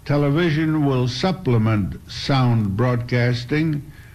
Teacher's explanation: Sarnoff pronounces television as television, accent on the vision.